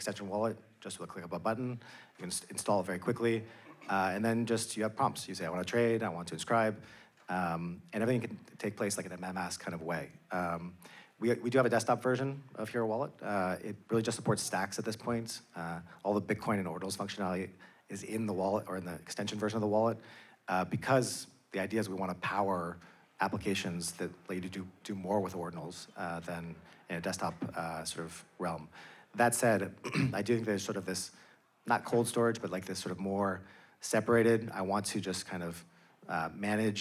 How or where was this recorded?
live audience